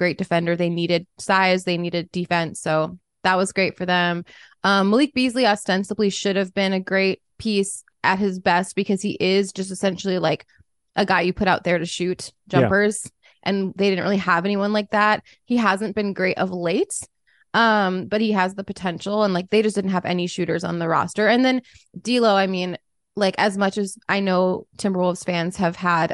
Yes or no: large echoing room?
no